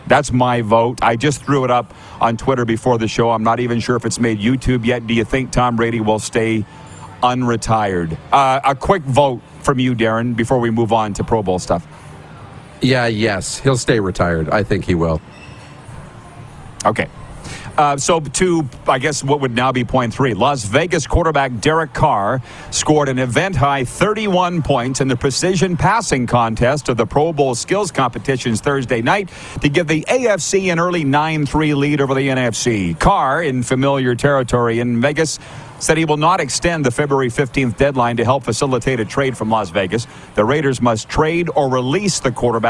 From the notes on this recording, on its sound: Live from the Beach House in Pompano, FLA